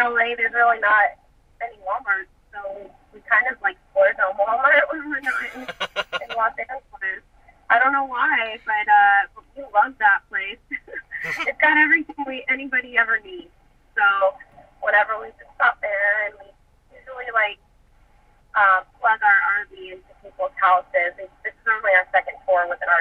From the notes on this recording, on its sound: Recorded via phone call